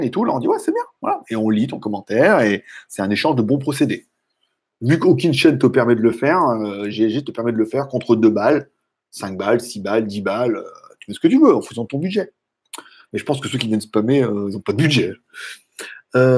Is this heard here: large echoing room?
no